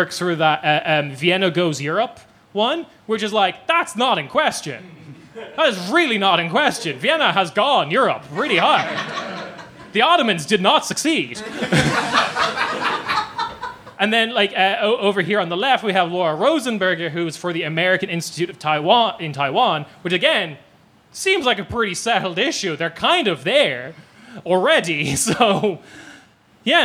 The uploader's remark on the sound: This was live. Thanks to podfest berlin for putting on the show.